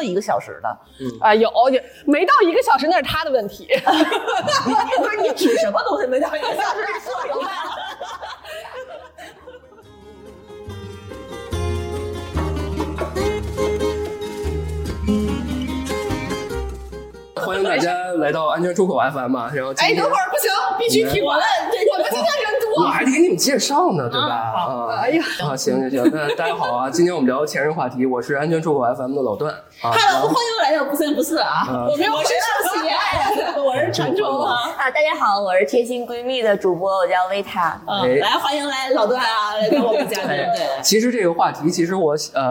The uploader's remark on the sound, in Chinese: 本节目是上个月我们参加大内深夜谈谈播客网络，在阿那亚举办的「声量 the power of voice」活动，这是一个24小时不间断的声音对谈活动。因为录音的环境限制，会有杂音、回声、所以可能效果没有那么的理想。